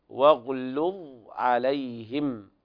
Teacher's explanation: ترقيق اللام في واغلظ عليهم، لأن اللام وقعت وانحصرت بين مفخمين هما الغين والظاء. واغلظ عليهم، وكل القراء اتفقوا على ترقيق اللام في مثل هذا.